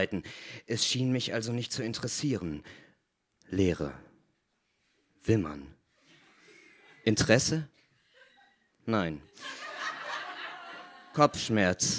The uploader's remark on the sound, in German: Bei „texte von gestern“ lesen Erwachsene live on stage Texte vor, die sie als Kinder oder Jugendliche geschrieben haben. Einige der Beiträge aus unserer ersten Veranstaltung. Im Monarch (Berlin).